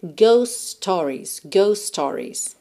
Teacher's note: o T de ghost vai sumir, porque eu tenho um S antes dele e um S logo na sequência, começando stories.